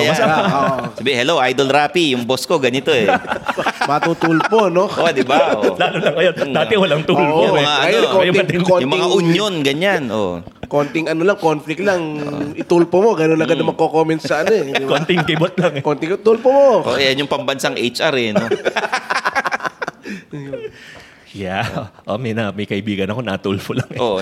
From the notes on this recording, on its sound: Underpaid Live Recoding Sessions. Ngayon lang namin 'to ginawa with a live audience, sa unang pagkakataon nakasama namin ang mga listeners ng Underpaid.